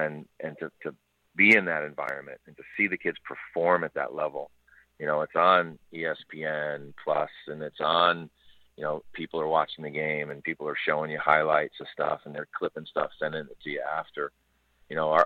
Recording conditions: phone line